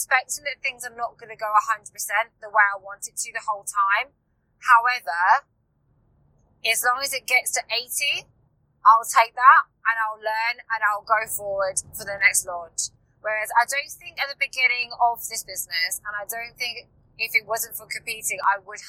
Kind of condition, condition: setting, inside a vehicle